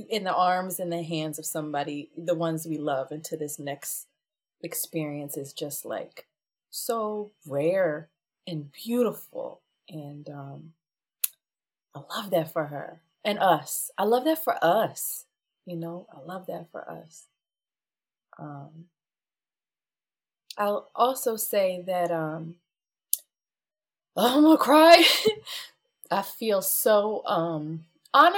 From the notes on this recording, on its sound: Due to personal matters, we were not able to use our recording equipment so the audio is not ideal but the content is there.